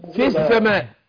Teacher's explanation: لو كان الحرفين الساكنين الاول منهما حرف مد، التخلص من التقاء الساكنين بحذف الاول، بحذف حرف المد